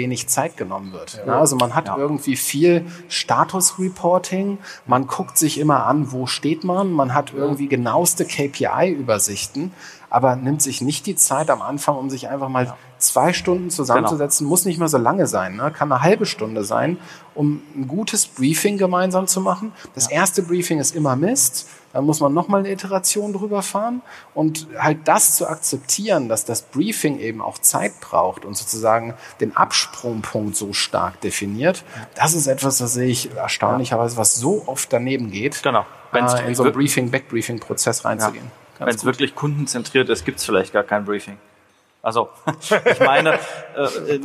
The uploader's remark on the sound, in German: Der Roundtable wurde LIVE auf der Bühne aufgenommen beim Growth Marketing Summit 2019 in der alten Oper Frankfurt.